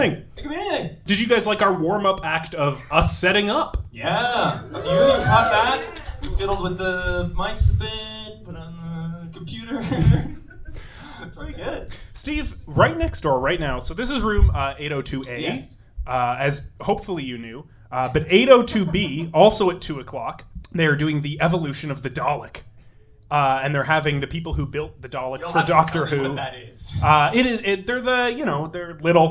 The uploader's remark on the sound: Recorded live at Toronto Comicon.